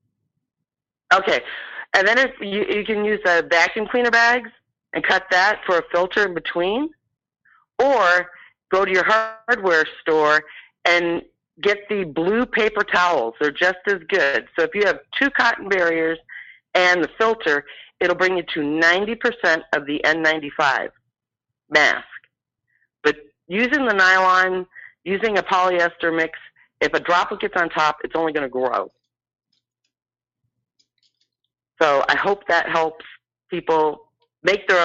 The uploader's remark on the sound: The callers that call